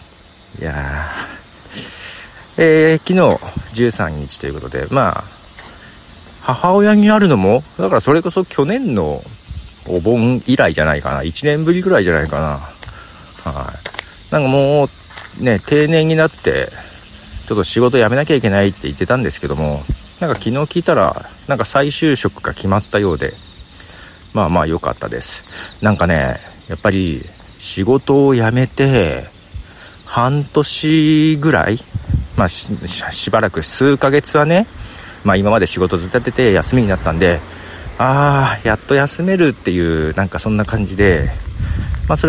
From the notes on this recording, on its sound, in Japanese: まだ風がそれほど強くない台風前。蝉も鳴いている外歩きでの収録ですが、収録開始早々にハプニング。しっかり音も拾っているようで…。